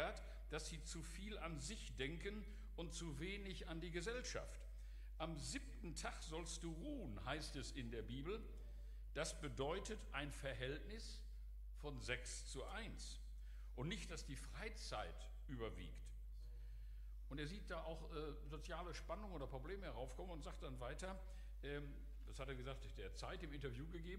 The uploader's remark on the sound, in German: Aufzeichnung der Predigt des Gottesdienstes